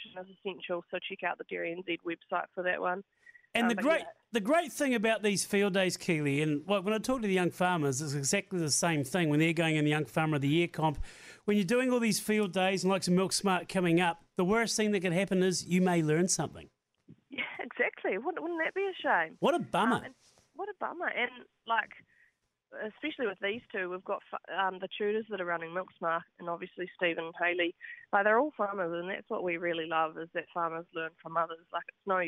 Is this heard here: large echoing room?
no